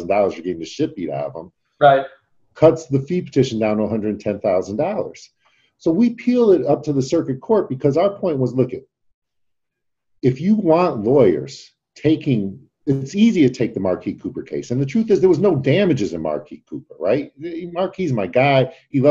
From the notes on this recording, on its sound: Today’s zoom video podcast